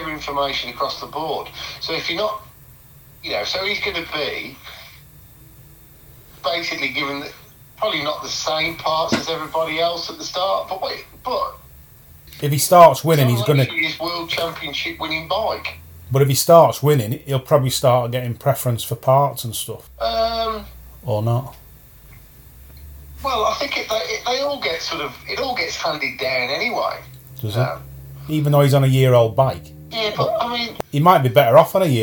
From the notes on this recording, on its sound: audio was a bit rough on this one as we recorded our phone conversation